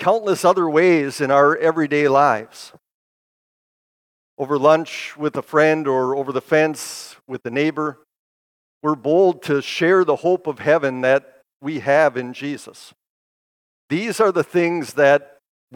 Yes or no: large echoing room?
yes